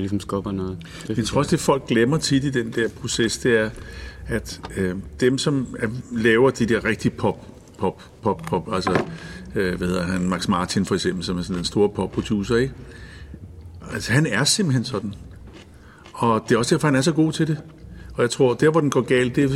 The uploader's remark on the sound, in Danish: Et backstage-interview fra Badesøen Festival 2018. Efter deres fælleskoncert på festivalen.